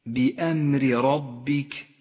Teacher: الراء الأولى بأمر راء مرققة لأنها مكسورة والراء الثانية راء مفخمة لأنها مفتوحة